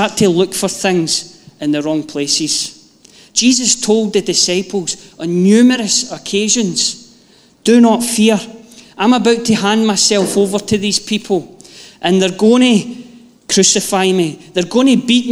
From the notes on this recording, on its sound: Live from our Sunday gathering on 31/07/22